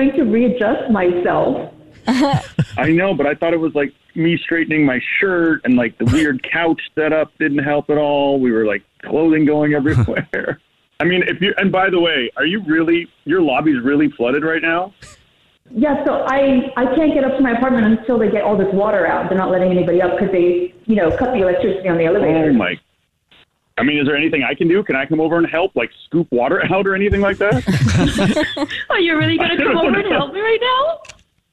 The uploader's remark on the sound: We get that other person on the phone to see why they're "ghosting". Something happened when we tried to call the women that is ghosting a guy that was kind of a disaster and no one on the show, or on the phone, was ready for it!